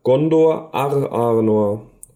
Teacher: Also mit einem R dazwischen, weil eben Arnor mit einem A beginnt.